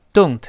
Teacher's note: you 呢，它弱化了，读不出来了，变成 ye